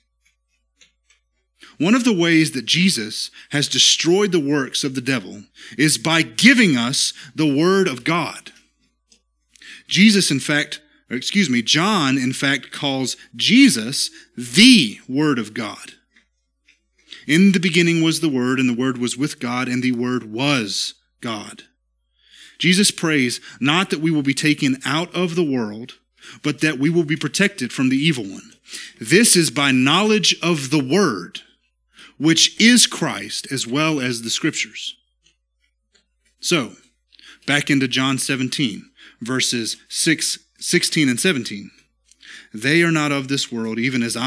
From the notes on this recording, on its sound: This is the sermon from our Tuesday night Worship Service at Immerse Church